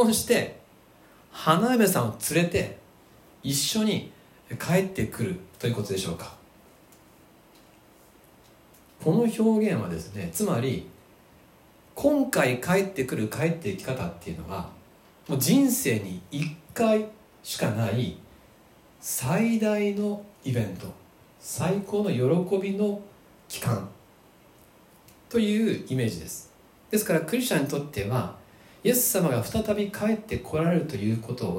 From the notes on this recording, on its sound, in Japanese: 2020/08/16吉備教会礼拝メッセージ録音